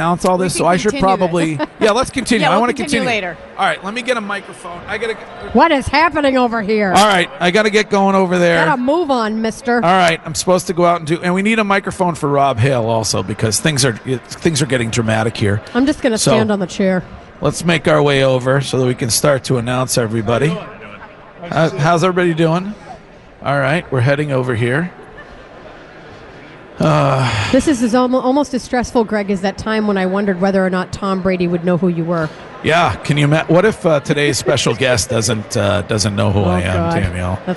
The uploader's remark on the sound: In the final hour of today’s live broadcast from Granite Telecommunication’s annual Buzz-Off.